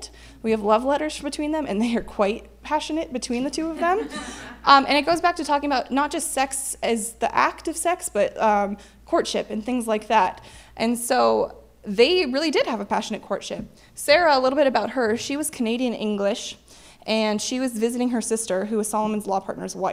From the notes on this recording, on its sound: 2018 AASLH Annual Meeting Session Recording Recorded in Kansas City, MO September 27, 2018